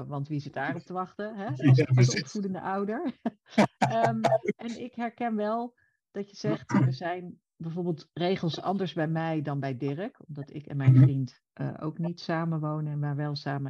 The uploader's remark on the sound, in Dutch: Helaas slechte geluidskwaliteit.